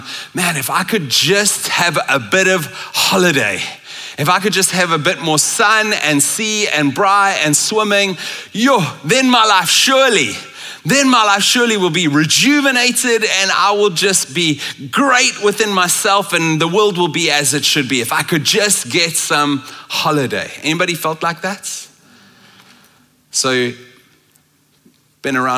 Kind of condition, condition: setting, large echoing room